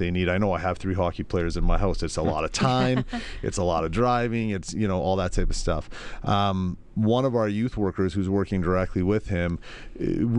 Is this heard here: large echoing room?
no